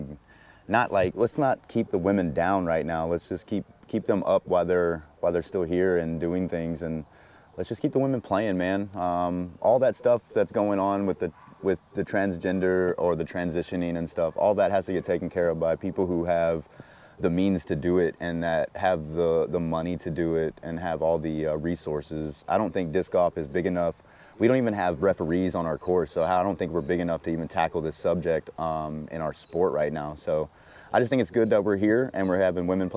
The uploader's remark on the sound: LIVE at Ledgestone. In the first in-person episode in show history, the panel heads to Lake Eureka's famous water tower.